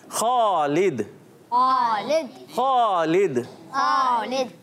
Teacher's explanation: … होंट गोल करके नहीं पढ़ेंगे